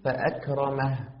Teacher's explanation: فتأتي بالهمس من دون قلقلة، بهمس الكاف من دون قلقلة